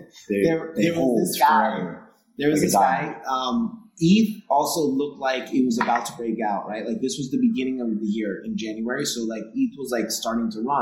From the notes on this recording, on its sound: This was my first in-person recording in nearly 1.5 years. I forgot a bit of the best practices I had learned from previous episodes, so the sound quality is not the best.